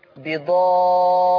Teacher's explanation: خلي بالك من ترقيق الراء